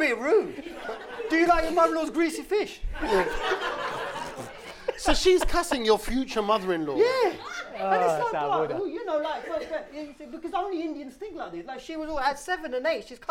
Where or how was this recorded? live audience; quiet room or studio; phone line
live audience